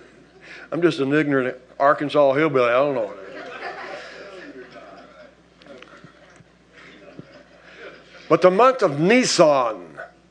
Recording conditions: large echoing room